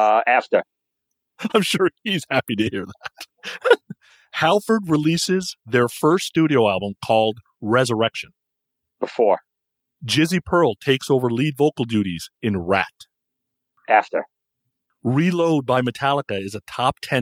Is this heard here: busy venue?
no